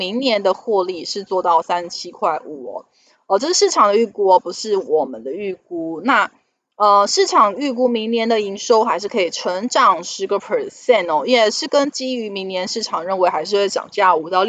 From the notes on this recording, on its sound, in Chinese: 本集有些許雜音，已亟力避免，如有察覺請多多包涵